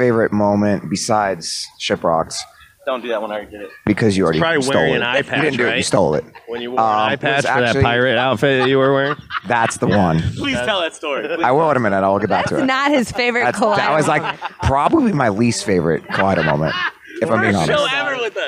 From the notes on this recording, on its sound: Before their headlining show at The Music Factory in Battle Creek, Michigan. Episode was filmed on location at The Music Factory in Battle Creek, Michigan.